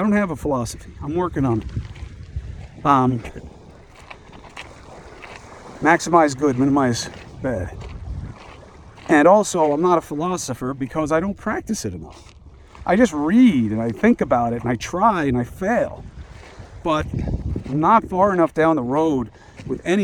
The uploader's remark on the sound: From the beach. Walk and Talk.